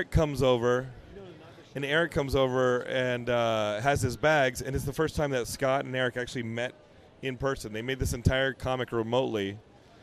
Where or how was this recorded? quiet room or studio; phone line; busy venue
busy venue